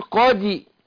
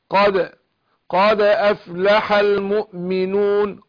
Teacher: الدال مقلقلة، بس القلقلة بتكون قريبة للفتح · Shown in: second take · قول قادة مش قادي، قاد.